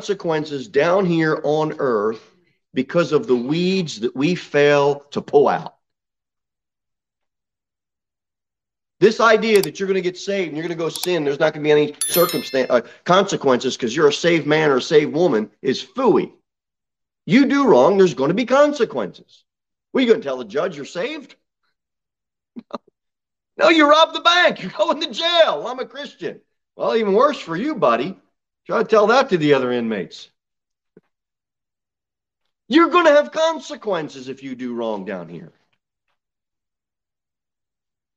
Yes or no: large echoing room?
yes